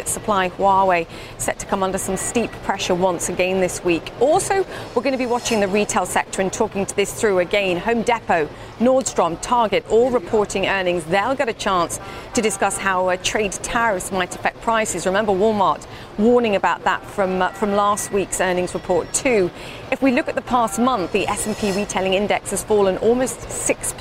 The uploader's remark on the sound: live from the New York Stock Exchange